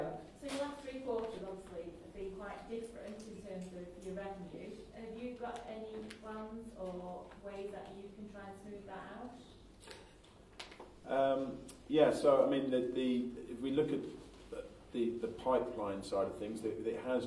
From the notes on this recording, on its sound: This interview is taken from the live recording of a recent Success Mastermind event in the UK. Because it was recorded at a live event, there are a few spots missing due to the audio quality not being ideal.